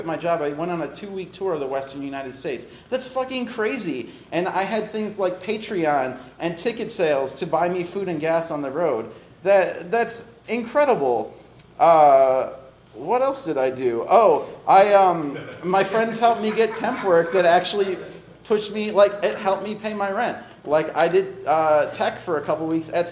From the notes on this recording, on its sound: Recorded at another Chicago storytelling show, All of the Feels, a monthly storytelling event based on feelings.